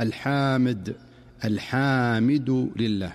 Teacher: يمد بعضهم الحاء مدا مفرطا فينطقها الحامد، الحامد لله، وكأنه أضاف ألفا بعد الحاء فيقول الحمد لله رب العالمين على سبيل المثال. · Term: التوليد